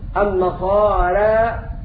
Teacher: أمال الراء مع الألف في مثل أمالها إمالة صغرى ما يسمى بالتقليل